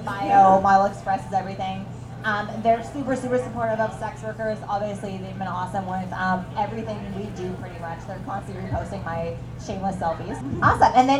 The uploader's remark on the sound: Podcast LIVE SHOW at The Number 5 Orange. The recording of our first ever LIVE SHOW!! Rough to start as we get our bearings with the mics.